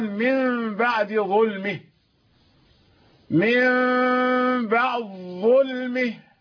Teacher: ظاء مشددة، الدال أدغمت في الظاء